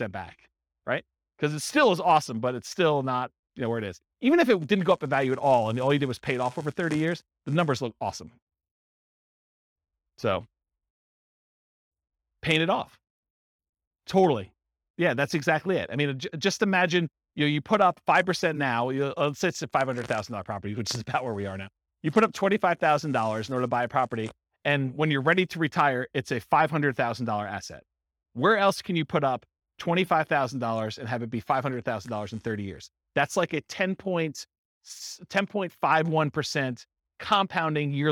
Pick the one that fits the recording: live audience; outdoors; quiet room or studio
live audience